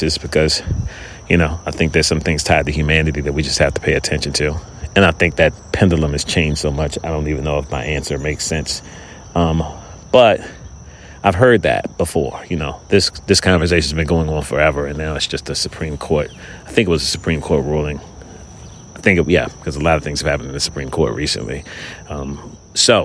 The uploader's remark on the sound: Experimenting with some recordings outside in the fresh air.